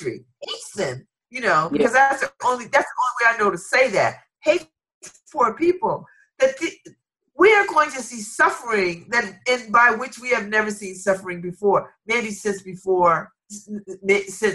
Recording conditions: video call